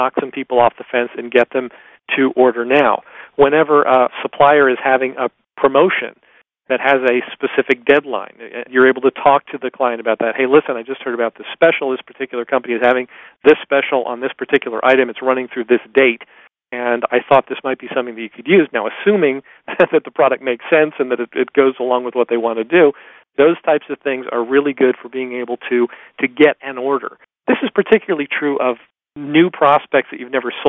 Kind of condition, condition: link, phone line